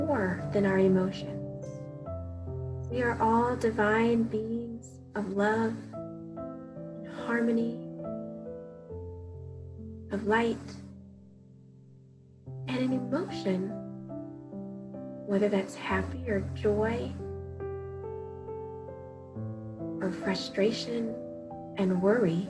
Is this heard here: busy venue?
no